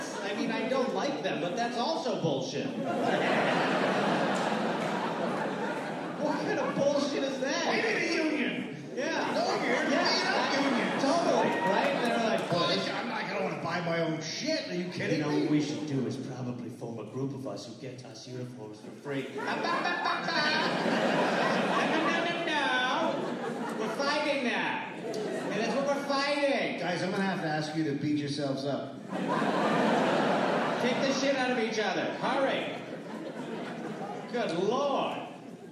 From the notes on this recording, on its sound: Recorded live in St Paul.